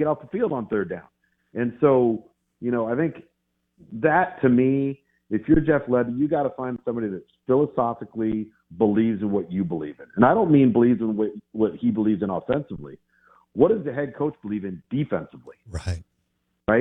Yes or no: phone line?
yes